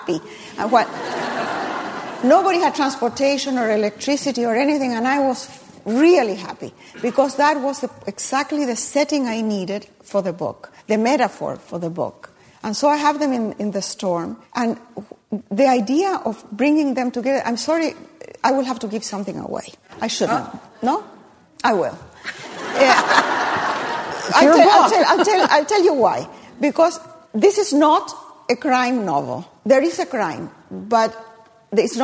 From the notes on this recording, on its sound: at a live event hosted by RJ Julia